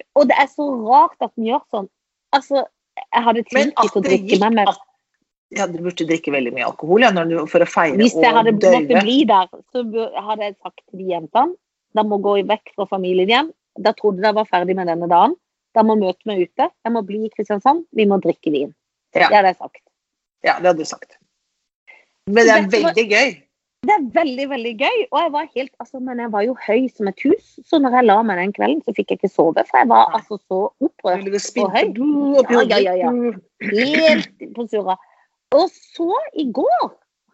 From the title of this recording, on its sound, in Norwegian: Tilbake på Skype